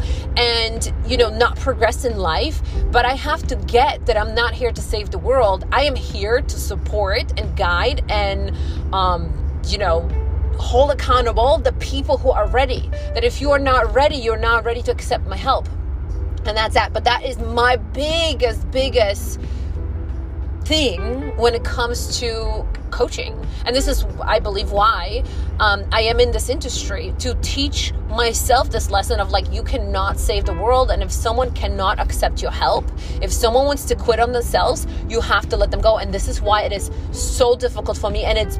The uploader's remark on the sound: This episode came out of me as I drove to the Whole Foods one day. There’s background noise.